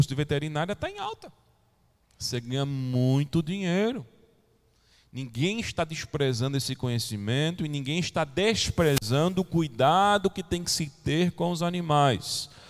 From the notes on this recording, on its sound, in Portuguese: Gravado em 25 de novembro de 2020 na Igreja Evangélica Congregacional em Candeias